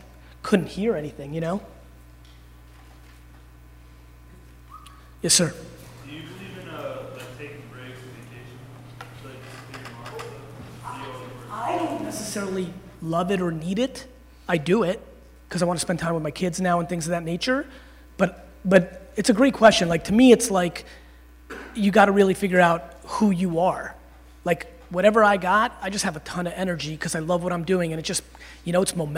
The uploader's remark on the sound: Speech to Alabama Football Team. Keynote.